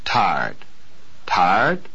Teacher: Except for pitch, these words sound the same.